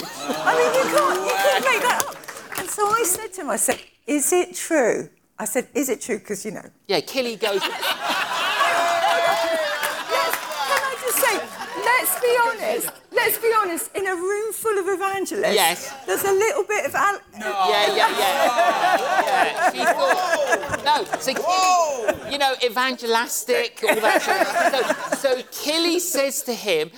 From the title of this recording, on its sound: in Conversation at the Evangelists' Conference 2023